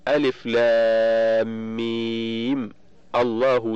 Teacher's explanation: التقت باللام من لفظ الجلالة وهي ساكنة بعد حذف همزة الوصل، فحركت الميم بالفتح دون الكسر